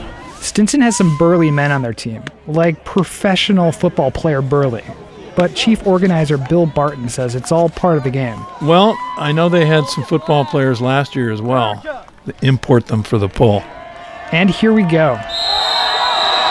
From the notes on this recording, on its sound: In this week's Audiograph we head to the mouth of the Bolinas Lagoon.